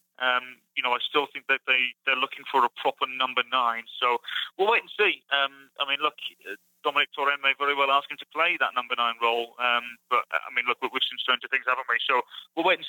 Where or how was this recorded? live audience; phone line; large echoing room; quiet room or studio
phone line